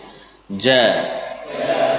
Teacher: lafadz huruf jim, ja, dari wasatul lisan, ya, betul-betul di posisi tengah